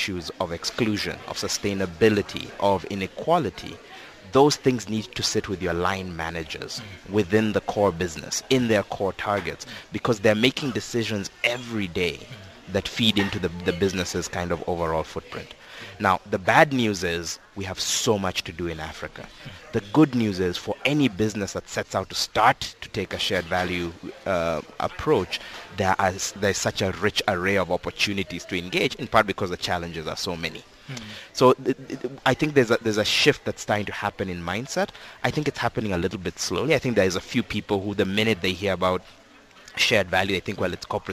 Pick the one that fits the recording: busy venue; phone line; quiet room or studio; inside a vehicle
busy venue